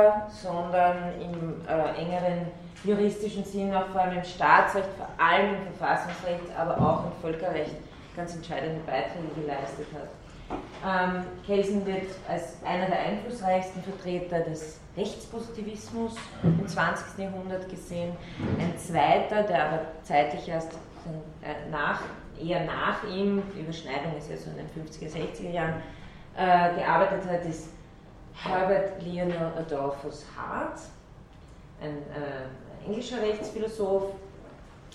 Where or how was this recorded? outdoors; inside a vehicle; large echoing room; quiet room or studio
large echoing room